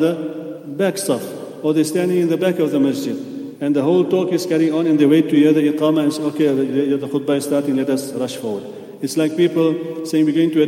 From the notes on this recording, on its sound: at the Houghton Masjid (West Street)